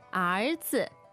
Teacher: E-R, second tone, Z-I, neutral tone. Yes, and that means son.